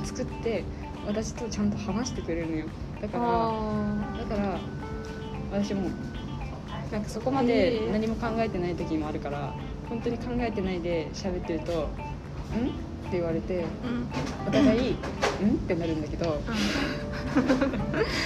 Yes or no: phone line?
no